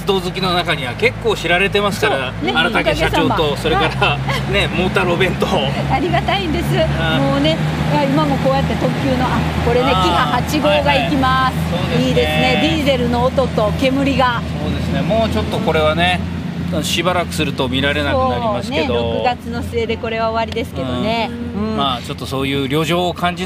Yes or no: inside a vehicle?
yes